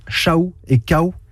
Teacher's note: Après un long processus, il s'est transformé en une voyelle, un ou, qui a formé avec le a antécédent une diphtongue aou, c'est-à-dire deux voyelles dans une même syllabe